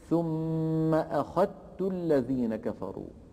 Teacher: ثم أخذت بالتاء المشددة، ولا يبقى للذال أثر